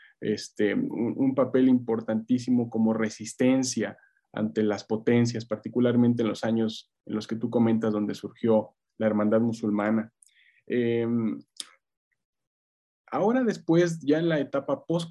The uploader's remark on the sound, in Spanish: Casa Árabe, en colaboración con la Universidad Nacional Autónoma de México (UNAM) organizó el pasado 4 de abril una mesa redonda online.